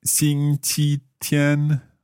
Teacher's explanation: 星期天, all first tones